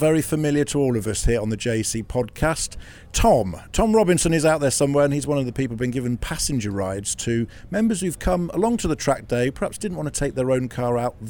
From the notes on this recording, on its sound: Castle Combe Track day special. On this week's podcast we take a slightly different format as we go out 'live' from the JEC track day at Castle Combe.